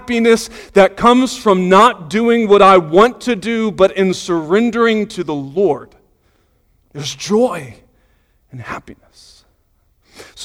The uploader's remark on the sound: Sunday Morning Sermon Audio